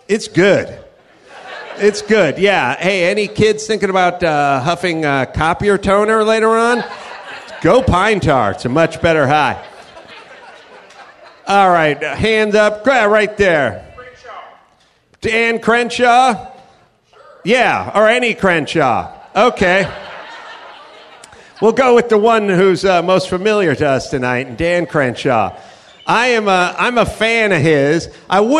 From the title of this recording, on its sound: Live from the Houston Improv